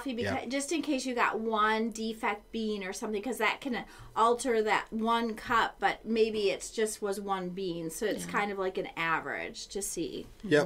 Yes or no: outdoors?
no